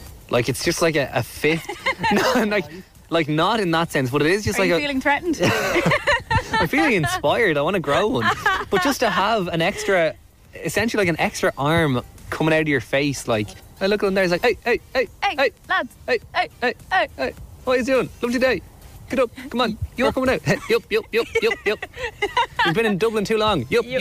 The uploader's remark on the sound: We bring you all the behind the scenes audio from our trip to Dublin Zoo. They kindly invited us in to see how the animals were getting.